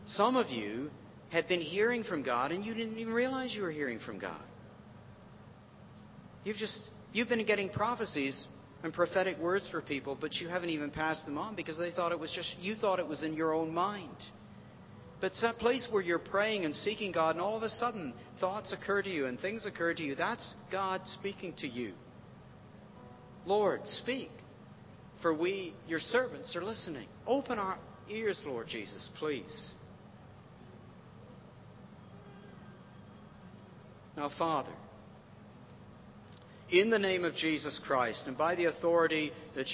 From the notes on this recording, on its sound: recorded at North 2013 an event organised by ChristCentral, part of Newfrontiers.